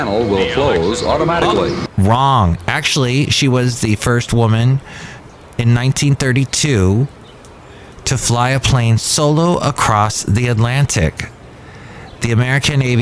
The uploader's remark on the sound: podcasts live from Cafe Anyway